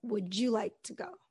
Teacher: we'll connect the D and the Y and make a J.